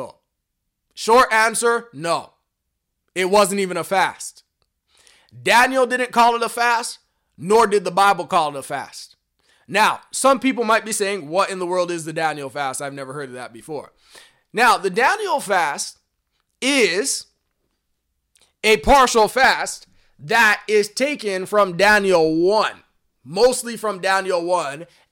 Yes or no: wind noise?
no